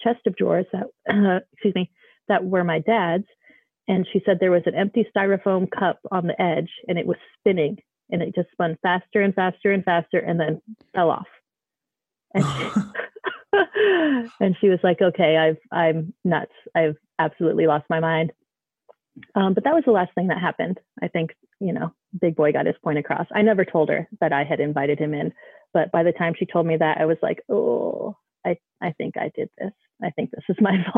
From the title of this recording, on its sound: Listener Phone Call Extravaganza